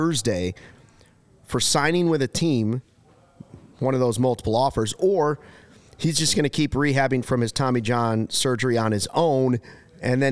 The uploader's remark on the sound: Joins the show live from Sloan Park in Arizona with interviews and the latest info.